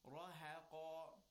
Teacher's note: the ha in between, mind you, is not a tafkhim letter, it's a tarqiq letter. So therefore, round your mouth, smile, and then round it back again.